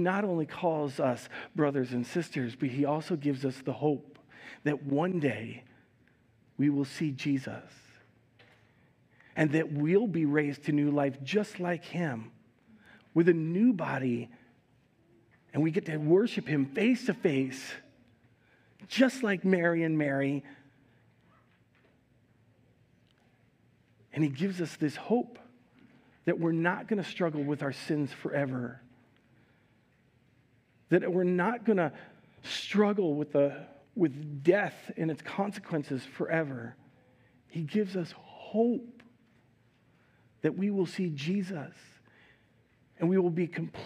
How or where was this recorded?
large echoing room